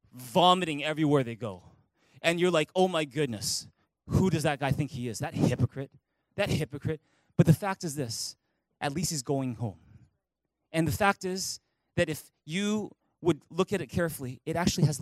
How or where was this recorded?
large echoing room